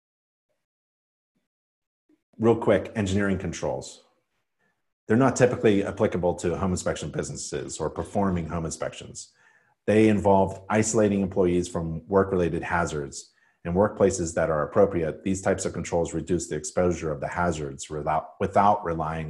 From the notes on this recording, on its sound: live InterNACHI webinar